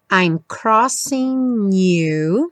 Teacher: o G do crossing não é pronunciado, juntou o N no U